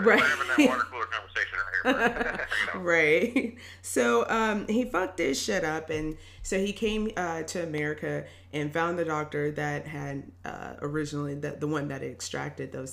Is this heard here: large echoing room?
no